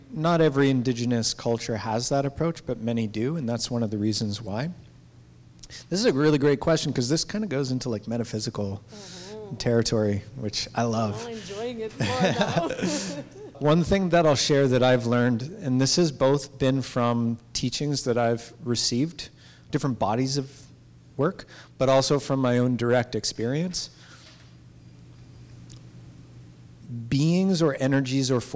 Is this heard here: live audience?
yes